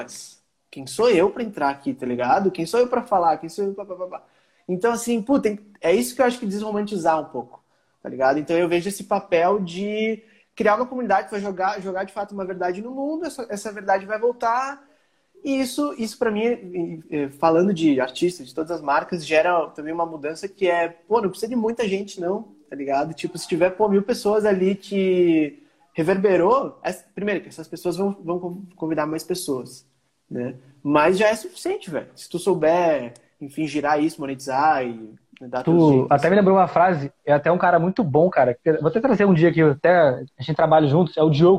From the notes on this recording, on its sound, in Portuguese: conversa retirada de uma live no insta